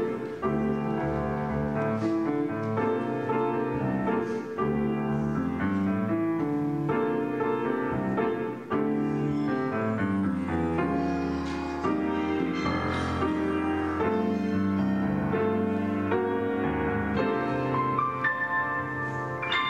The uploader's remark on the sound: At Pender UMC Traditional Worship on Sunday, August 6, 2023.